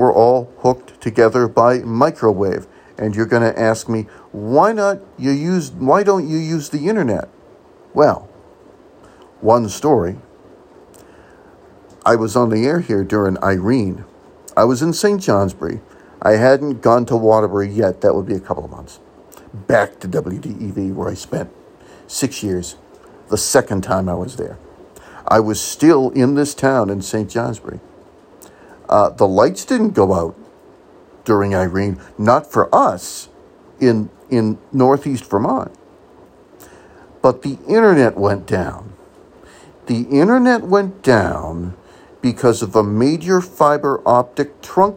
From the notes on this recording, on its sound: I join you from my phone… in the dark